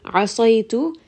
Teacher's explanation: Ayn is going to be from the middle of the throat. Saad is heavy.